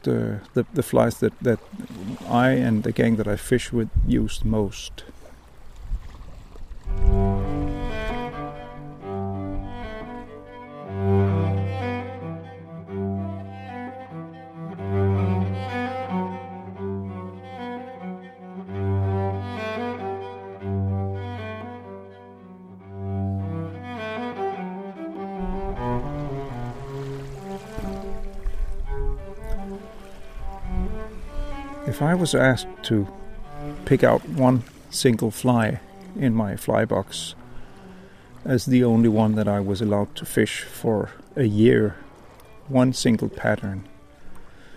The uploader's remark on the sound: As usual recorded by the water, but with very little fishing and no catching.